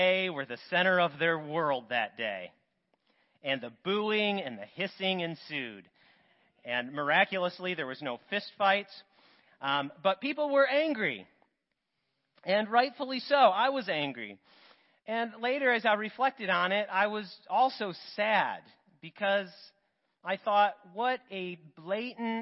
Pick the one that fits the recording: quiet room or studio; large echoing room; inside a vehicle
large echoing room